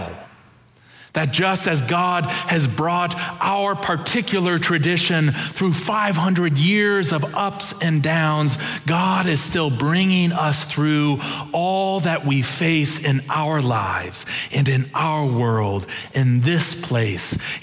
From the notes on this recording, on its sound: Preached October 30, 2022 in our Kirkin' o' the Tartans worship services.